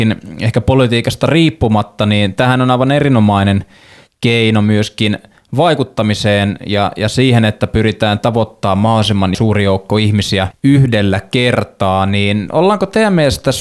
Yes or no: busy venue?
no